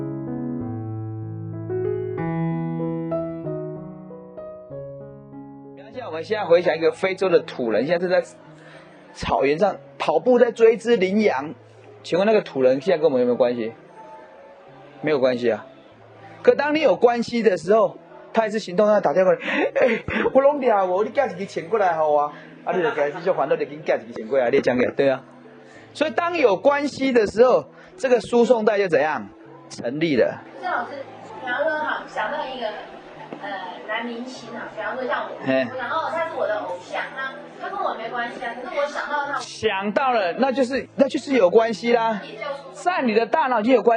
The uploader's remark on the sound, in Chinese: 20年前現場演講